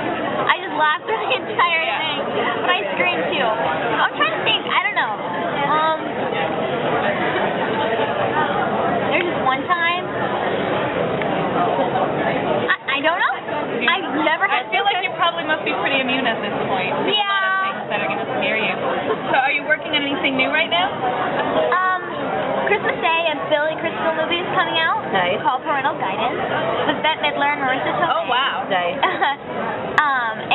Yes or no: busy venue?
yes